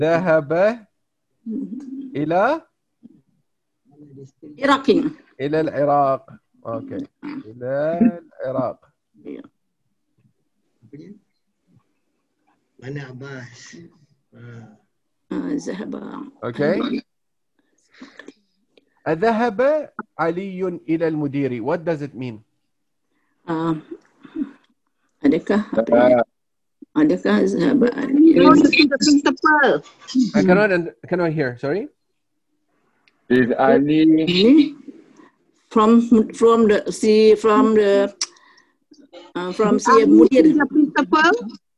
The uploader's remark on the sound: Zoom Host